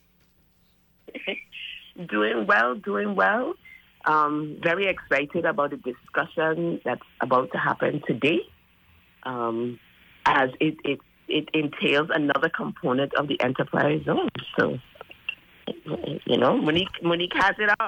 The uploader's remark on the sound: is joined on the phone